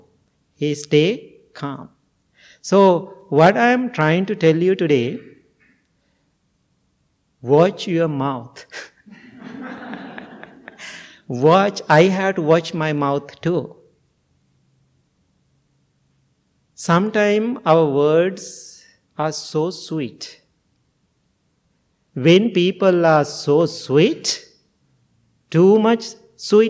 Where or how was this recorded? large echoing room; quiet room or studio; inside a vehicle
large echoing room